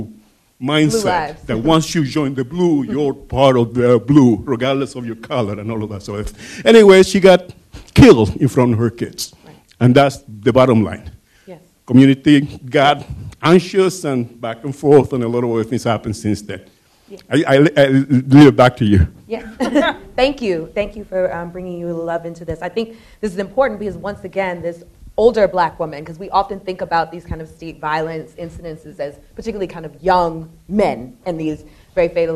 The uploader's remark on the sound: Post-Screening Discussion of Film LA 92. Moderated an audience discussion on historical and political themes presented in the film.